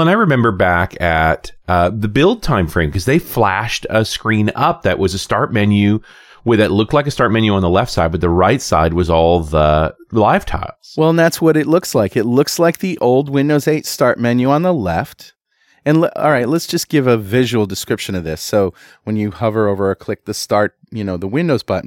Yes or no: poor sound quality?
no